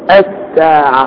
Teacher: طب ما انت عندك الساعة دي اللام دي كانت ساكنة والسين دي مفتوحة، فالساكن دخل في المتحرك بعمل لي سين واحدة مشددة، يبقى انا مش هنطق اللام لان اللام ما فيش عليها حاجة، هي اصلا ساكنة. · Term: الحروف الشمس